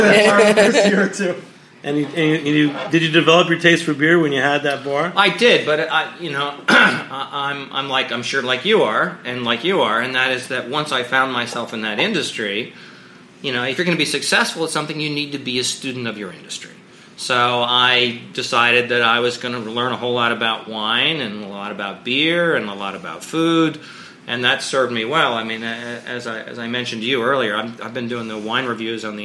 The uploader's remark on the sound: live at Jimmy’s No.